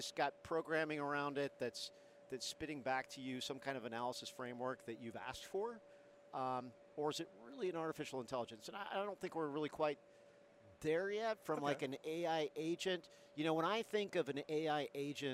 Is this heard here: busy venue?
yes